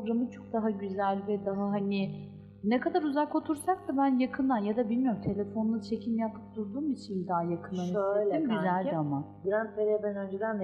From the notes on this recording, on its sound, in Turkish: Teknik birkaç hata yaşadık ama güzel bir kayıt oldu.